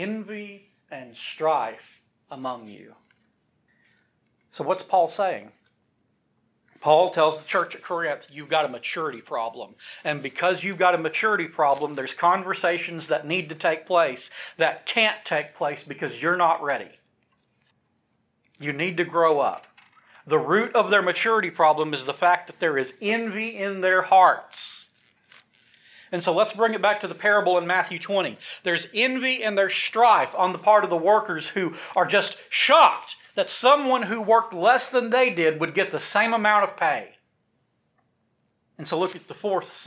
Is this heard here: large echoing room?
yes